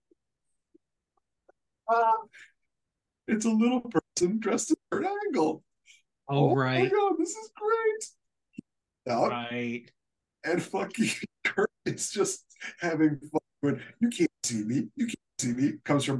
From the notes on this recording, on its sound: Apologies for the sound cutting in and out. It was out of my control.